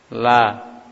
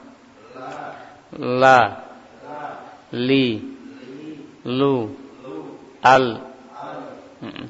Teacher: lam maftuhah, makhraj dari tepi lidah bagian depan dengan gusi atas.